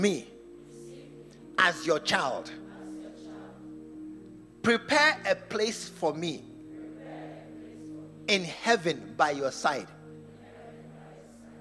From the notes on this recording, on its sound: Preached at the True Vine Cathedral, Bantama